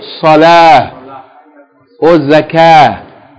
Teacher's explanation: If you stop on it, you pronounce it like ha, H. If you keep reading, you pronounce it like ta, T.